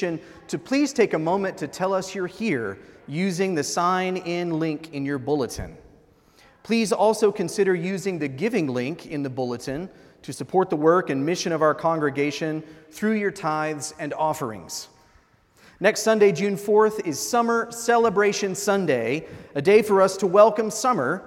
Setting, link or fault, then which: setting, large echoing room